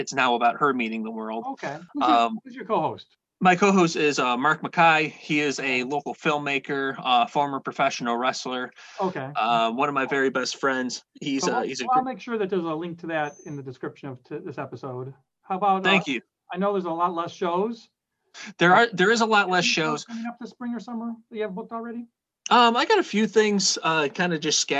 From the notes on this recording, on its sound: I got on a Zoom call the way from Aruba Ray's Comedy Club in Aruba